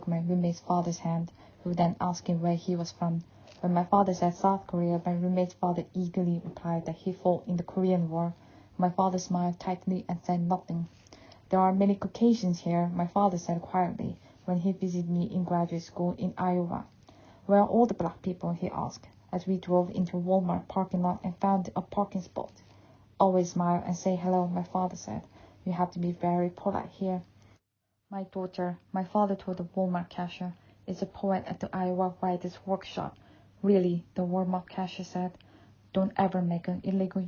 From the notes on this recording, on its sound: I recorded this with my phone in a small living room at my home in Somerset, UK, with a wool blanket over me as it’s been unusually chilly August weather.